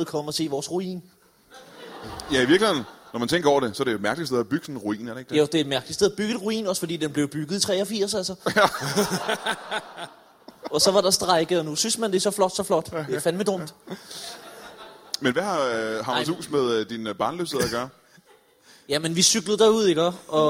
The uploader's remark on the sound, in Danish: LIVE fra Værket i Randers.